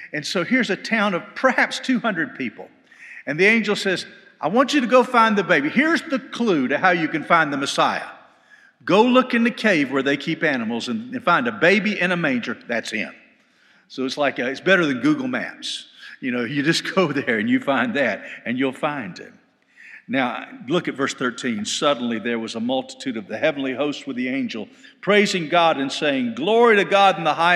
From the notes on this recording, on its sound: This podcast was recorded live at FBC Hendersonville, NC during the Wednesday night Bible study.